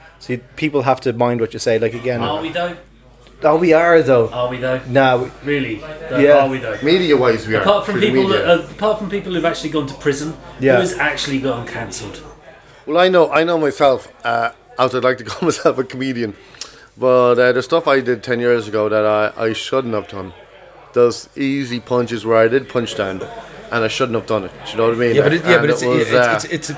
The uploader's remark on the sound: live from Murphy's Pub on Brandon Pier in Kerry for pints and chats